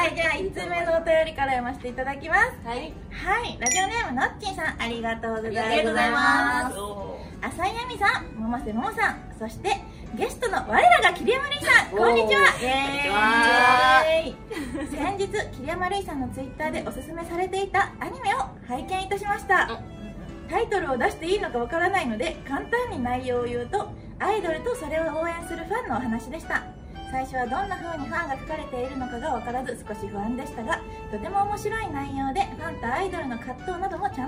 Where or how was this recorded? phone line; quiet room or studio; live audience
live audience